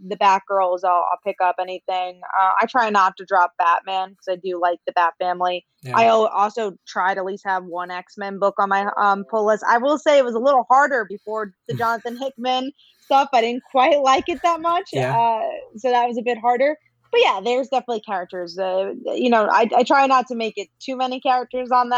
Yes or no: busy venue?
no